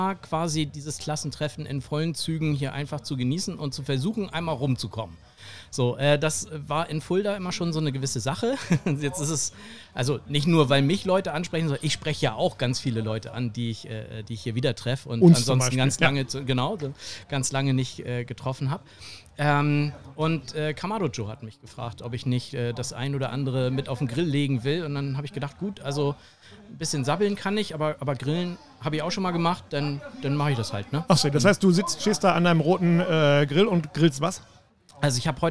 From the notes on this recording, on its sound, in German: Noch einmal senden wir nahezu live von der Deutschen Grill- und BBQ-Meisterschaft.